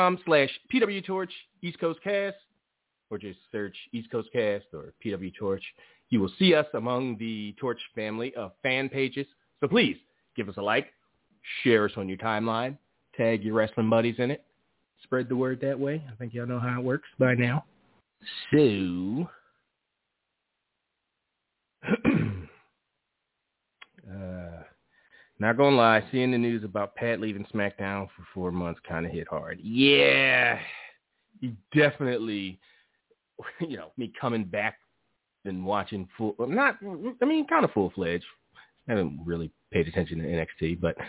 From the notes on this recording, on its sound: Live calls and more conversation. Weekly caller, email and tweet driven show.